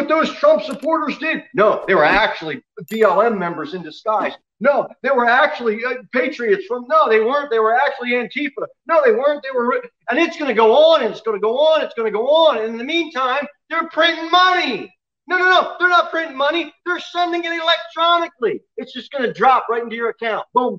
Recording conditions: large echoing room